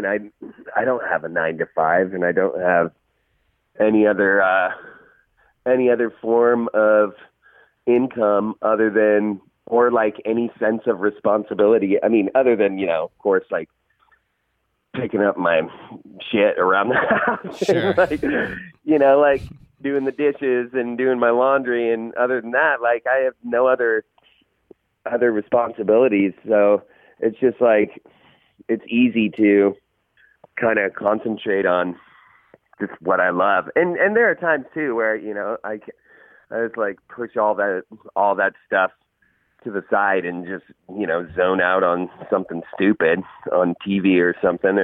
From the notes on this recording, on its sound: caught up by phone